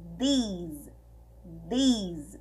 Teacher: oh, Eu coloquei um D aqui, gente, mas não é D, tá? É, você, é como se você fosse falar uma letra B, só que a língua fica entre os dentes